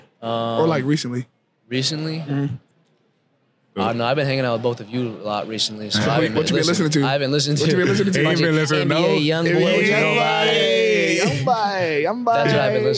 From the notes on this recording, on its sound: Recorded at Oklahoma State's Student Union on Thursday, January 25, 2024.